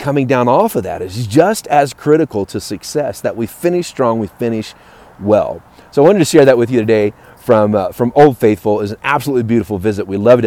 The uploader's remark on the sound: LIVE from Yellowstone National Park